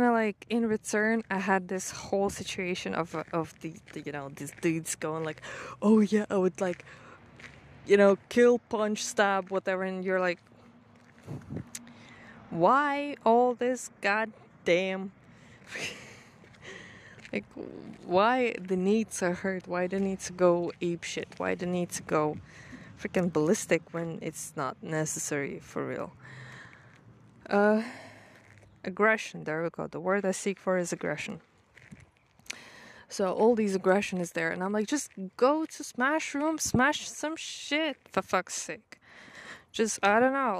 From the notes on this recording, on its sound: there's ton of sounds as I recorded it all outside.